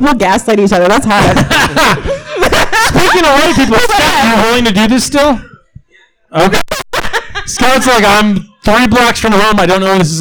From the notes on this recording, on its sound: Live at the Looking Glass Lounge